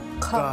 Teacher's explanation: 거센 소리, 즉 격음을 발음할 때는 휴지가 많이 흔들립니다.